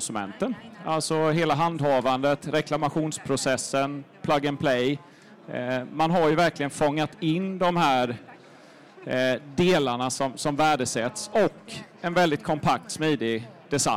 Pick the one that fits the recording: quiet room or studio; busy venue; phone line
busy venue